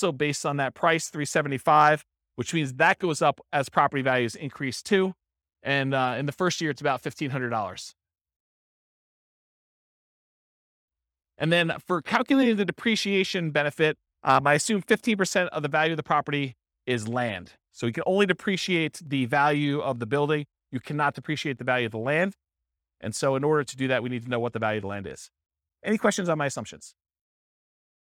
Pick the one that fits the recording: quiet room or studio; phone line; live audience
live audience